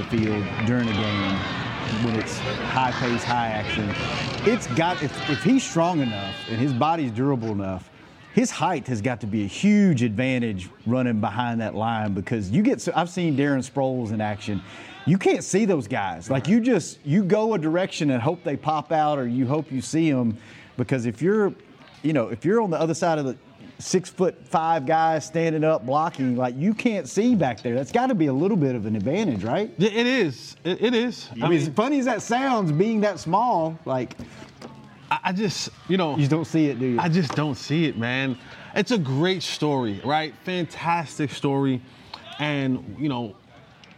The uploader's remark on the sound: Joins the show live from Dallas Cowboys Training Camp in Oxnard, CA - just in time for the first padded practice of camp.